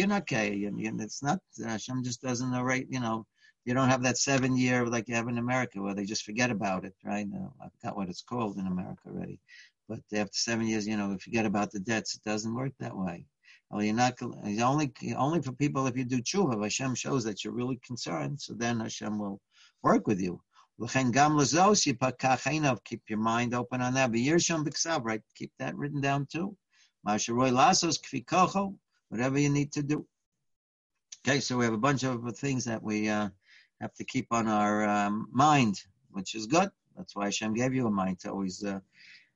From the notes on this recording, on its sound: Live On Zoom.